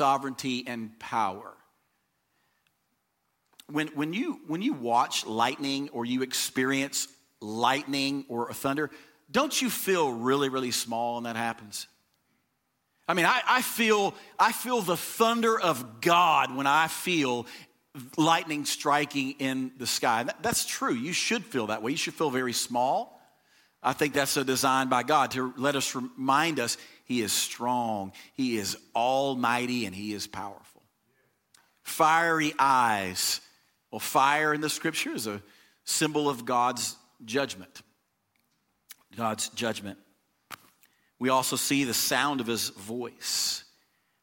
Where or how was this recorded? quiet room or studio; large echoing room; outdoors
large echoing room